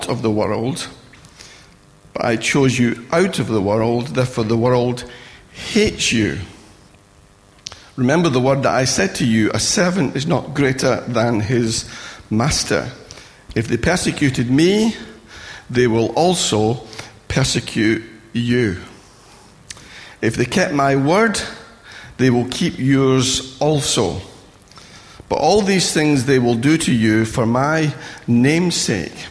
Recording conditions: large echoing room